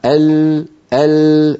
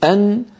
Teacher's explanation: تخرج النون من طرف اللسان مع ما يحاذيه من اللثة تحت مخرج اللام بقليل، ويصاحبها غنة من الخيشوم · Shown in: second take